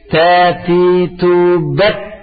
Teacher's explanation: Di ujung lidah dengan pangkal gigi seri atas, ya. · Term: hamas syiddah